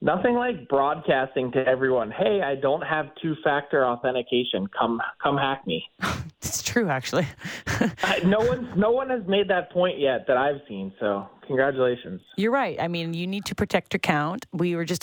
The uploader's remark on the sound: we open the phone lines to take your calls